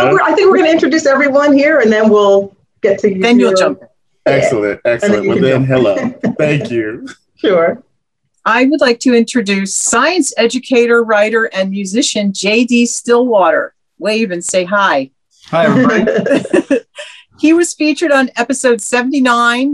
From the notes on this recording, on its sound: Listen in to the Zoom party.